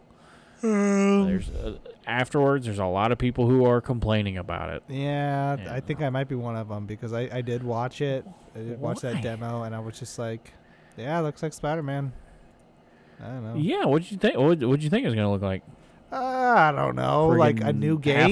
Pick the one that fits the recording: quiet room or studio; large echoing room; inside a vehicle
inside a vehicle